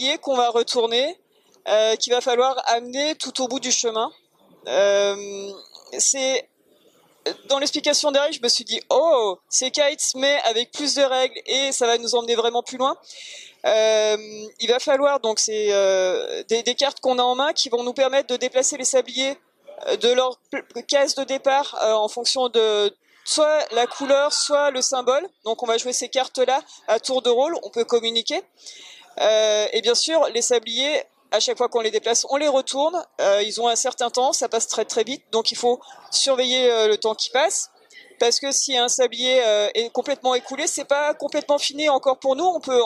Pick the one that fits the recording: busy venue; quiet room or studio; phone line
busy venue